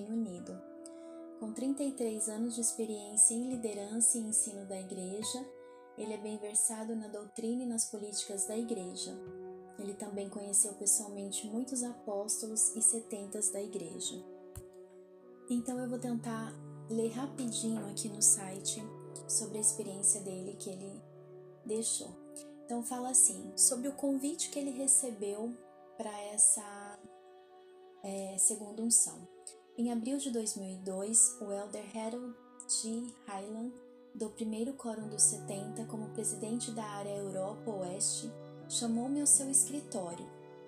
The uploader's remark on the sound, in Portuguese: Peço que me perdoem pelo áudio, alguns barulhos... Tive problemas com o meu microfone, porém não quis regravar pois isso atrasaria bastante.